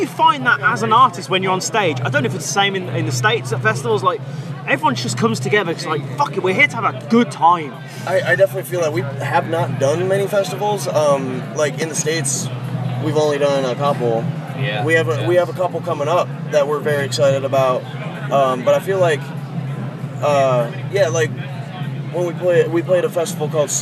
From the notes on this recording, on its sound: From our 'Live from 2000 Trees 2023' series. Their first ever UK festival appearance.